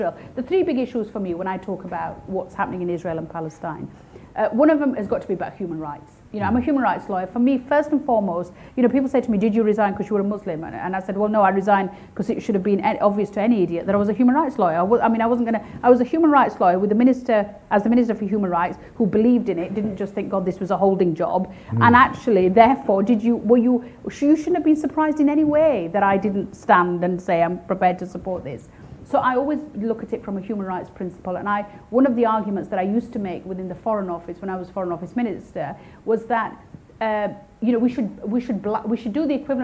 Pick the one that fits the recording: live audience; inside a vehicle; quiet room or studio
live audience